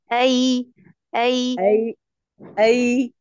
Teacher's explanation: طيب شفتي طرف لساني تحت، وسط لساني عالي